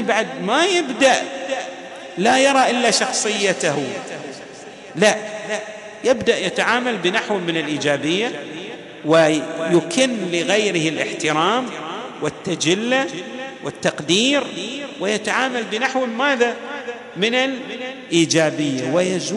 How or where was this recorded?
large echoing room